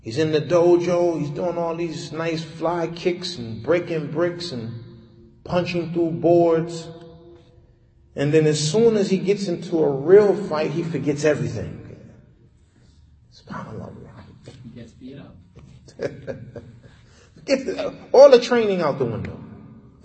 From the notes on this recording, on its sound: Lecture given Masjid Nur Allah, Queens, Ny